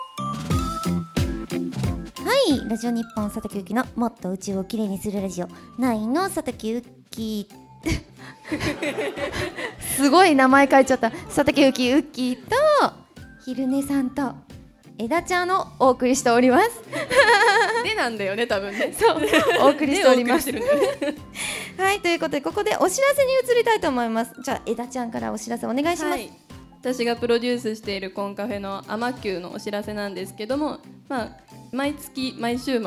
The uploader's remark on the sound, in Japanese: 公開収録